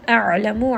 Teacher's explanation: ayn is going to be with a tawassut, so make sure you roll it around in the throat just a little bit.